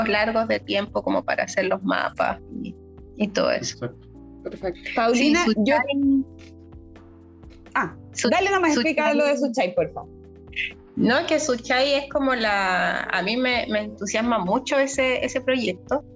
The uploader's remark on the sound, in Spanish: hubieron ciertos problemas de audio al grabar la entrevista, esperamos disculpen las molestias